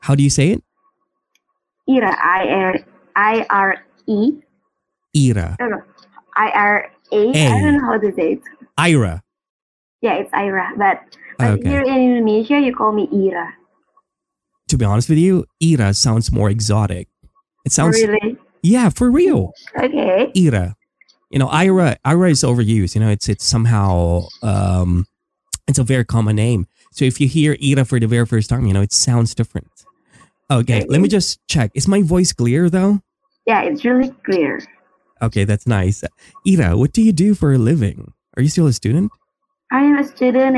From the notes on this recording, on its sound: Apologies for the static